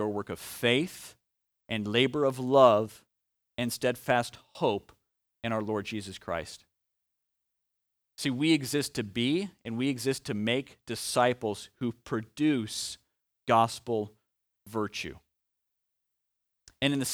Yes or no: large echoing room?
yes